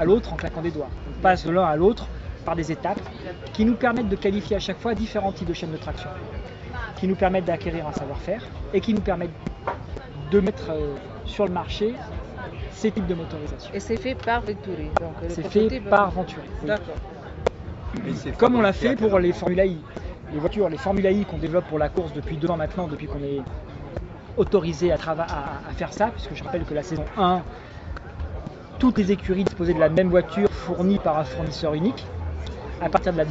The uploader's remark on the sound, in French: enregistrée à Monaco, le 26/09/2016 lors de la Présentation du Team Venturi pour la saison FIA en Formule Electrique Series